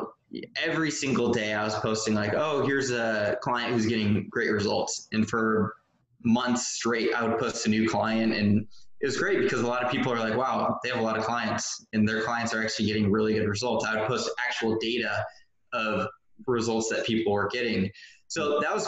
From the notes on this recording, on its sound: we zoomed